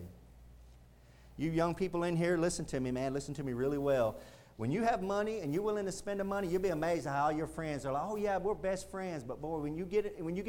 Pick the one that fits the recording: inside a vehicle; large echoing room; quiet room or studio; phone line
large echoing room